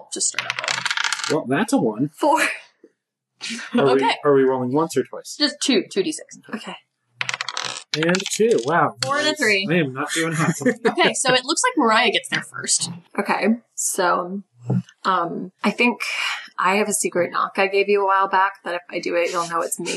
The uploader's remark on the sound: Thanks for sticking with us through some rough audio quality.